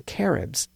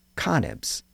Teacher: in some of those dialects, the R sound was sometimes pronounced as an N sound